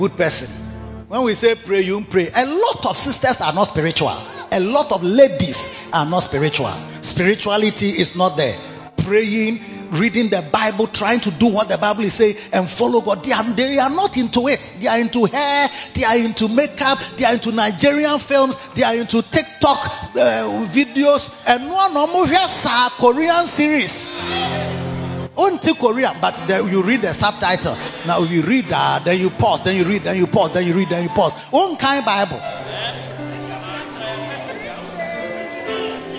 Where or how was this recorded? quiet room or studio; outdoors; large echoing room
large echoing room